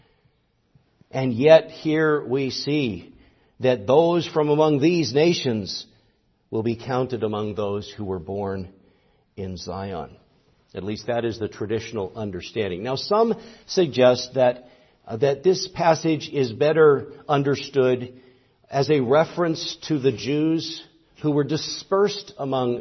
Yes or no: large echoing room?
yes